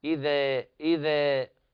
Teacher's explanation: من كثرة الترقيق في الذال والألف بعدها يحصل لها من الإمالة إذا، إذا. الصواب إذا، هكذا بفتح الفك بدون إمالة ولا تقليل.